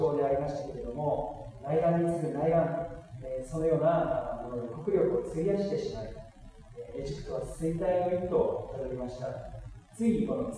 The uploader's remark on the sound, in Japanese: 機材トラブルにより音声が聞きづらくなっております。